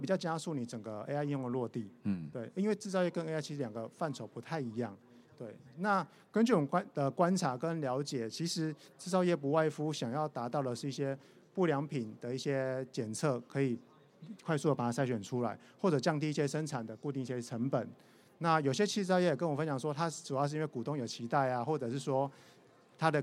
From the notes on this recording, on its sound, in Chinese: 本集節目於2022年「台灣國際智慧製造系統整合展（TIIM）」展期間錄製